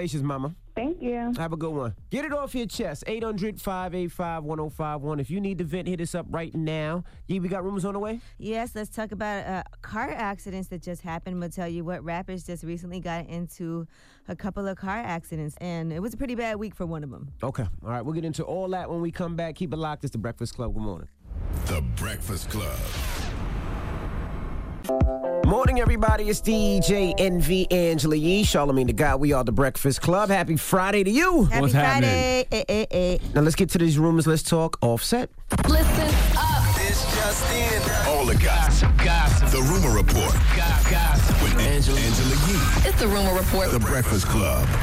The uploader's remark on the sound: We opened up the phone lines to see if the listeners would allow for someone to use racial slurs in exchange to ejaculate in their face.